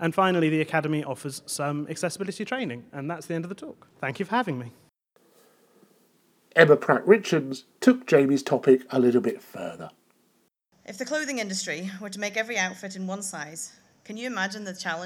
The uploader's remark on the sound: A selection of lightning talks from the recent BBC Develop conference in Salford and London